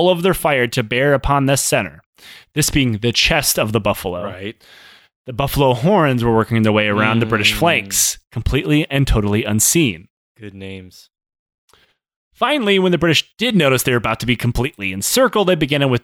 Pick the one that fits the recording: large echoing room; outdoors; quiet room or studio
quiet room or studio